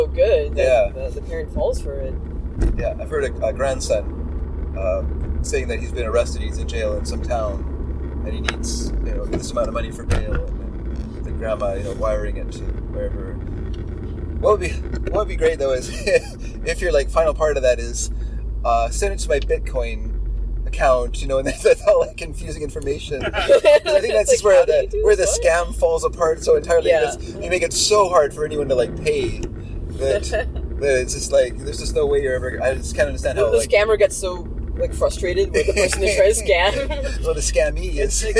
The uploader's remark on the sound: In the car